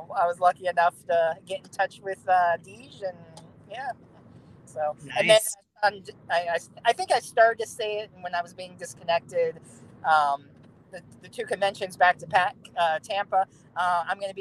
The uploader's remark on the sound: Was in a car on the highway (not driving) during a storm coming home from a con. Audio is kinda bad I tried to catch all times he wasn't talking.